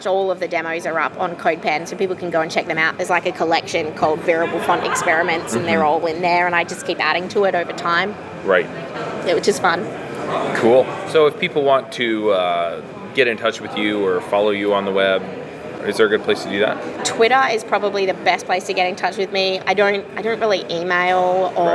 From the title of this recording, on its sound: React Round Up at JAMstack Conf SF 2019